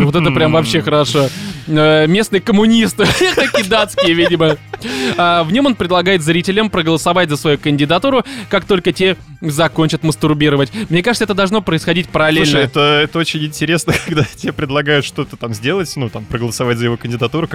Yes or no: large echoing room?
no